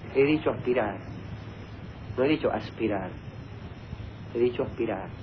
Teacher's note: Casi no he dicho la S de aspirar.